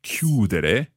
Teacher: So again, the stress there happening on the stem, chiudere.